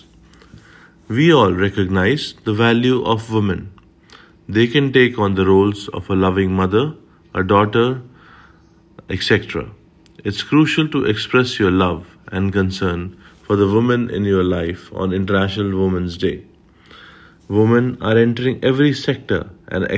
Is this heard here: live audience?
no